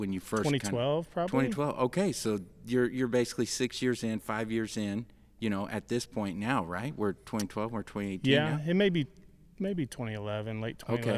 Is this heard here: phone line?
no